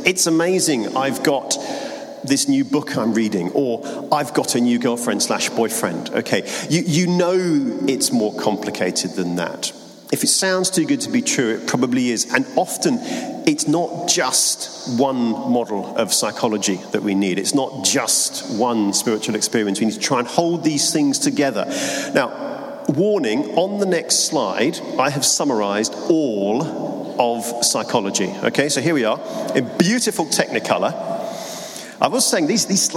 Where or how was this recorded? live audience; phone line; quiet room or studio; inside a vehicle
live audience